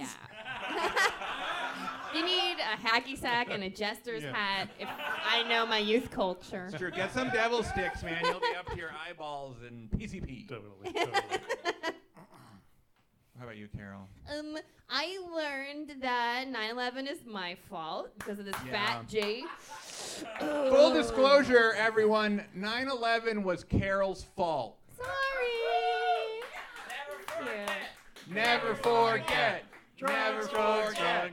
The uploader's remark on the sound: A live show that was recorded back in the halcyon days of 2017! Engage in some odd and surprising audience participation.